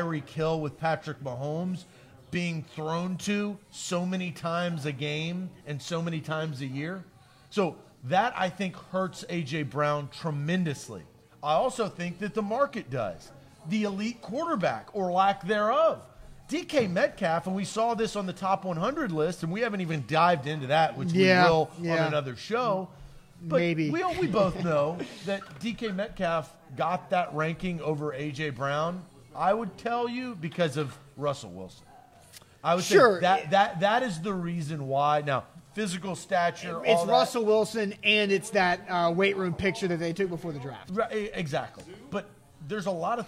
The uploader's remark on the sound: LIVE from Manduu Nashville in Brentwood!